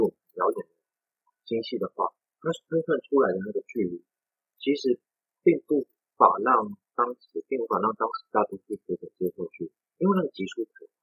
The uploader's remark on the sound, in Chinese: 一定會換錄音設備這次再請大家，忍耐一下